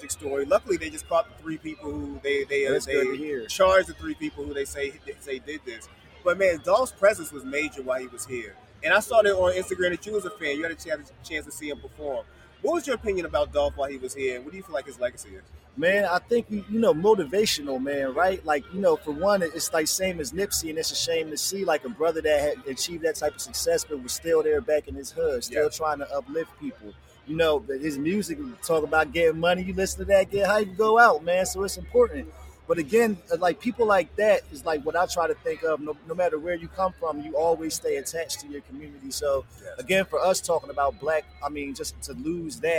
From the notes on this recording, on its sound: Another episode live from Black Cannacon.